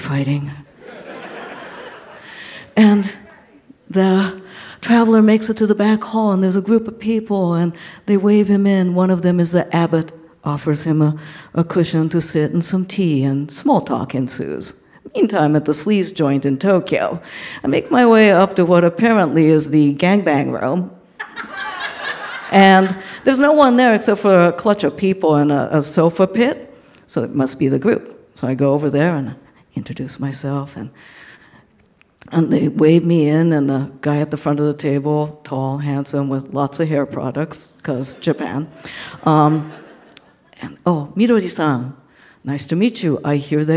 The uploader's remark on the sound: Told live onstage at Bawdy’s 15 year Anniversary event